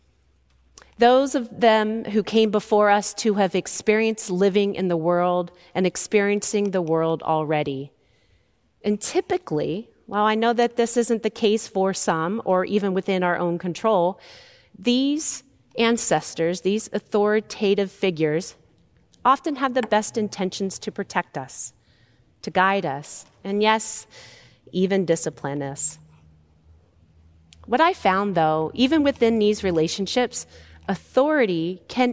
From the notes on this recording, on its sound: Recorded live at Beatitudes Church in Phoenix, AZ.